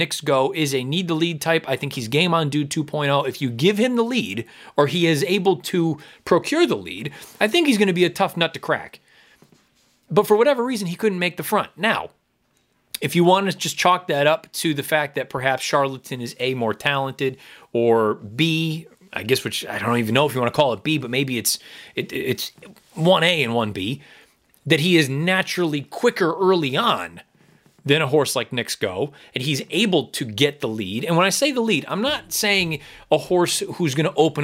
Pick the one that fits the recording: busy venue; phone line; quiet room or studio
quiet room or studio